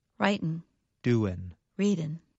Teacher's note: in fast speech, many Americans do not pronounce the g at the end of the verb